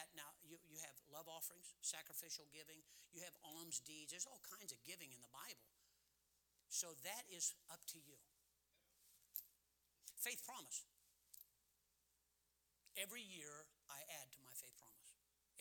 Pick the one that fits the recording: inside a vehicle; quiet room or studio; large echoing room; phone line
large echoing room